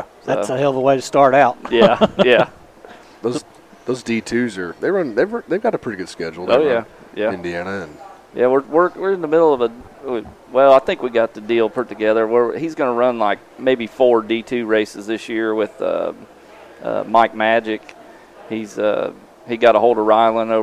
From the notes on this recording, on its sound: We stopped in at our sponsor, Hornville Tavern, to record this one!